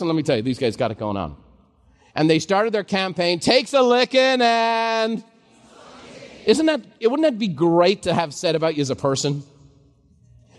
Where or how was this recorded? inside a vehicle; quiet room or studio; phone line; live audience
live audience